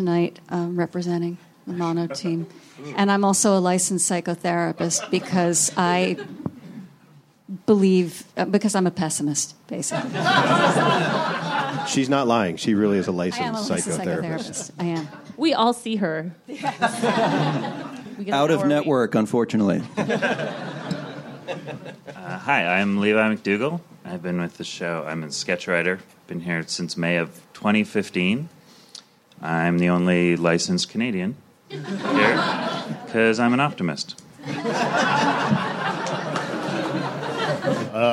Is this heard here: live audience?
yes